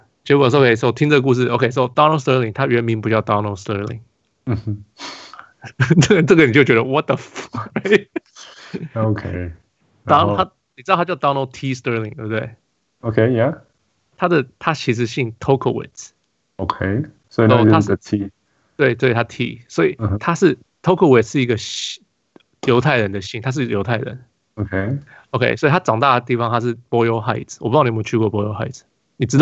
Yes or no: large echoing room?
no